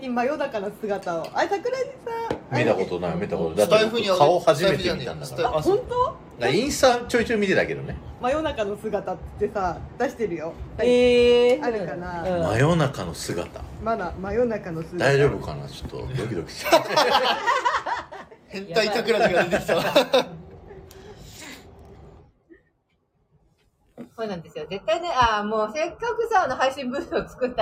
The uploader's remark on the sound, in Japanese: まんぷく食堂からゲリラライブ。